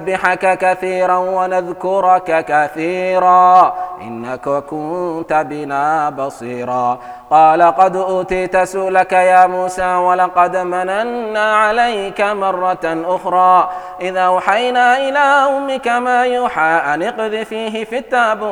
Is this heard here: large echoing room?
yes